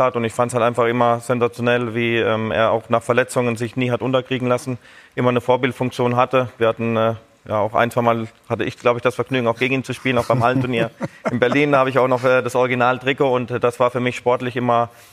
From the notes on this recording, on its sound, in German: Sky-Kommentator - live zugeschaltet zu den Fan-Protesten.